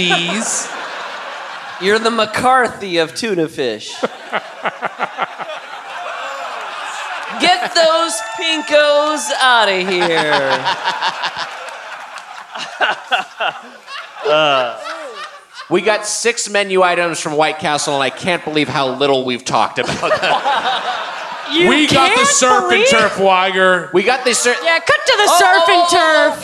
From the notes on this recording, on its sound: Recorded live at the Gramercy Theatre in NYC.